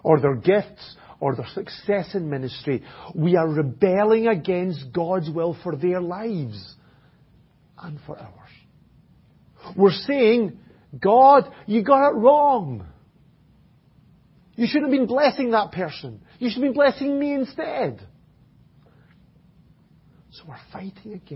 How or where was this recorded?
large echoing room